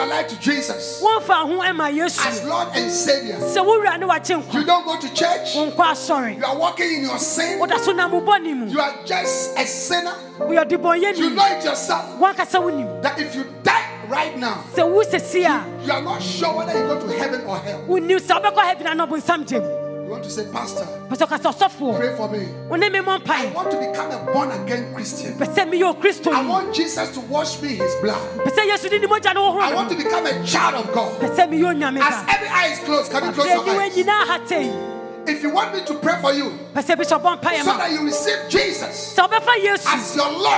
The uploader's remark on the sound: Preached at The Life Cathedral